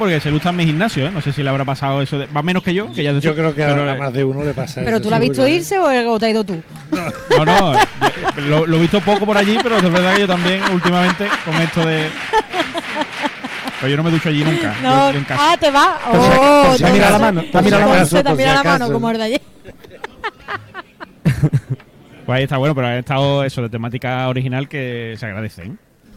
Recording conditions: live audience